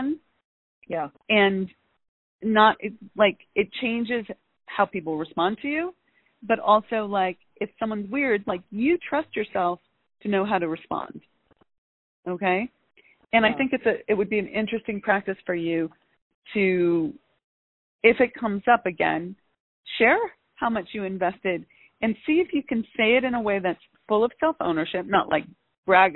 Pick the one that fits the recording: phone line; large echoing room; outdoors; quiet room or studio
phone line